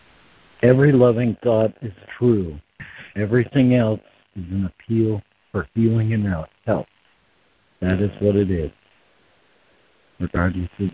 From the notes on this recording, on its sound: ACIM Daily Conference Call